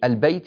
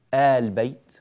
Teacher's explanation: الطريقة الأولى إبدال همزة الوصل ألفا، فبدلا من أن يقولوا البيت يقولون آل بيت هكذا بالمد · Shown in: second take